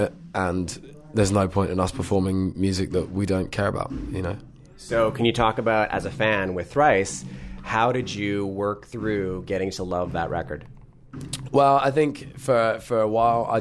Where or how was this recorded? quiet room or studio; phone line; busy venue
busy venue